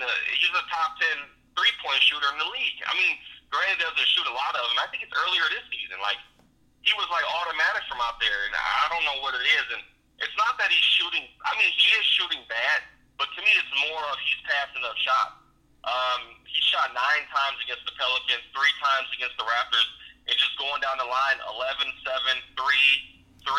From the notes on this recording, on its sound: gets on the phone